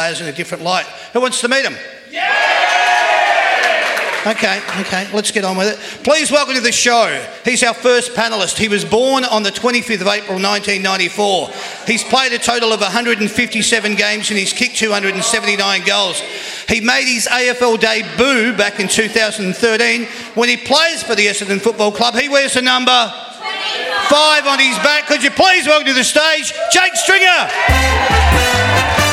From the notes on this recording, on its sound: That's Good for Footy panel show LIVE from the Mulgrave Country Club. That's Good for Footy is a LIVE & interactive footy panel show for all the family.